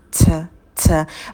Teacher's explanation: на «т» язык у нас на альвеолах, мы выдыхаем воздух